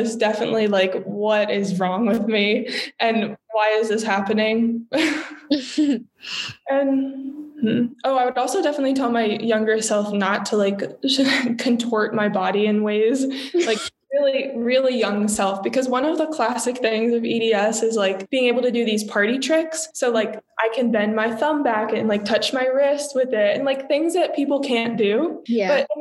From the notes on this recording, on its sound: our first Zoom episode!